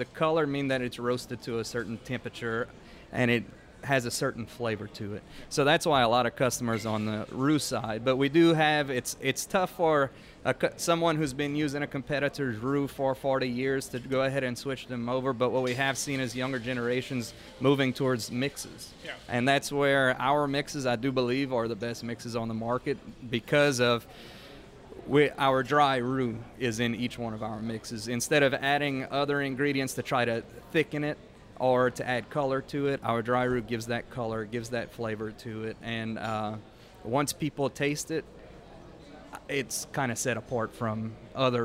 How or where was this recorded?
busy venue